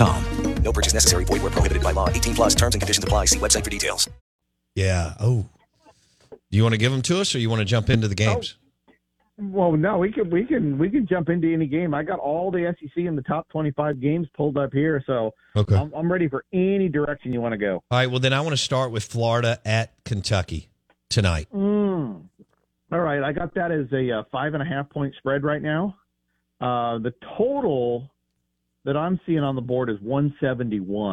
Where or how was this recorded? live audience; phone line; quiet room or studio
phone line